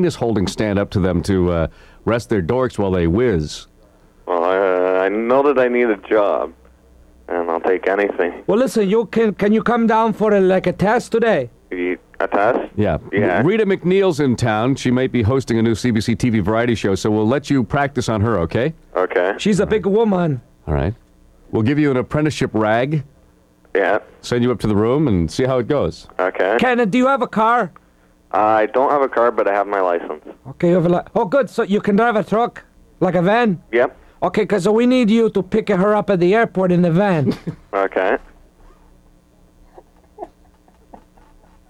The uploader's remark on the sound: Prank phone call, but this time in reverse.